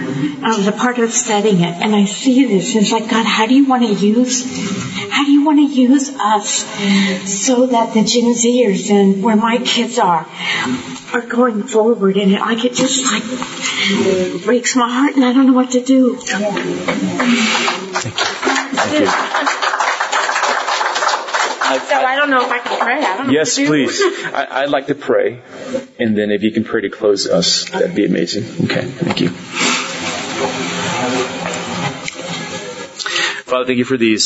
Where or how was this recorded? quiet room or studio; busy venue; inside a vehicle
busy venue